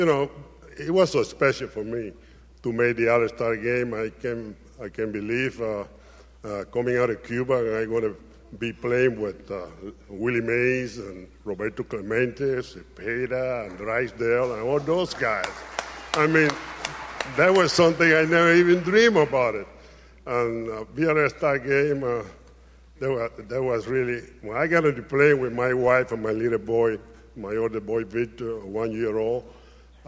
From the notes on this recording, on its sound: Live from the Negro Leagues Baseball Museum in Kansas City, MO